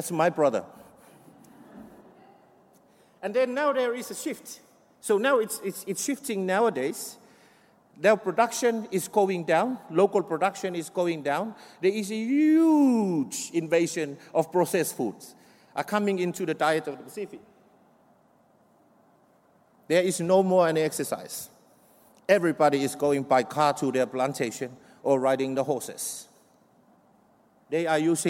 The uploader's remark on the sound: from the 'Environmental Justice 2017' Conference, held at the University of Sydney (6-8 November)